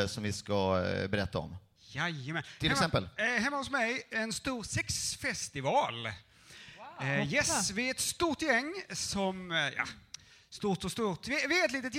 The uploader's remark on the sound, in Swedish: Livepodden från Lund Comedy Festival 2015 är här!